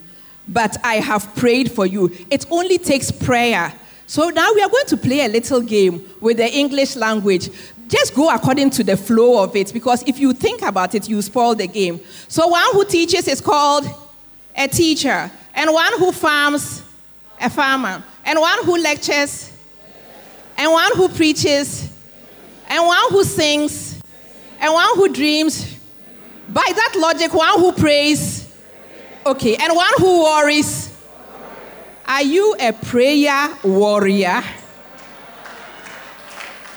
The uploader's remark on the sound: Sermon preached at CBC Adabraka Campus